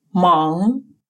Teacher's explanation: Произносится как сочетание русских звуков «ан», только звук «н» носовой · Term: носовые финали